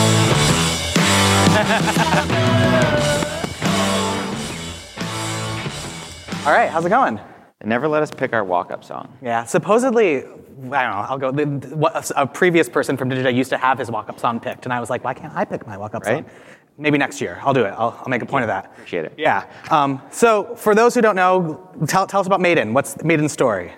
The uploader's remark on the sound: His interview was recorded live at the Modern Retail Summit, held in Palm Springs last week.